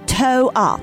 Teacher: the central consonant R is removed, resulting in the term toe up, a phrase that carries essentially the same meaning and can serve the same functions.